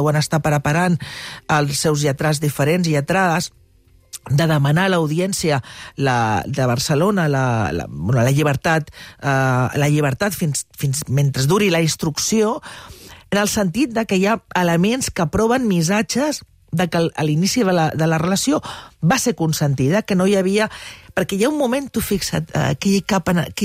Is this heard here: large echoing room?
no